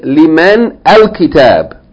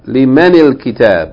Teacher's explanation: The only thing you need to note here that's of importance in terms of reading is that the word men has a sukoon on the noon. But that sukoon, if it's followed by alif lam, has to be given the vowel kasra. · Shown in: second take